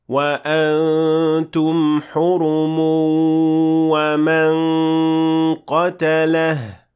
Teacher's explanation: you will have to merge or apply إدغام with غنة، since you will merge the تنوين or the نون ساكنة in this case with the واو that follows it, and you would say وَأَنْتُمْ حُرُمُ وَمَنْ قَتَلَهُ.